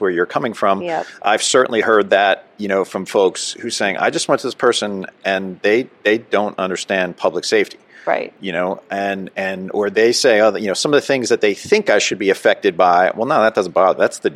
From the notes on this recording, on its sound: A Psychologist from Southern California's Premier First Responder Psychological Services , at the 2023 NEP "We Need to Talk" mental and behavioral health conference in Las Vegas.